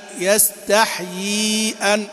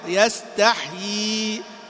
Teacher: في ياء متحركة ثم ياء مادية، لا تدخل الياءين في بعض · Shown in: second take